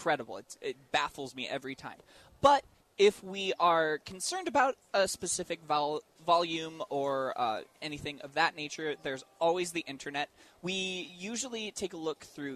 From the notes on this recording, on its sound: On location at Tucson Festival Of Books.